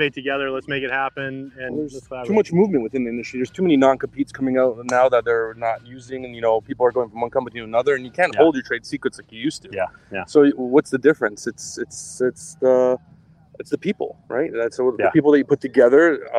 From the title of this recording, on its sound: Standing Out LIVE from the Golf Course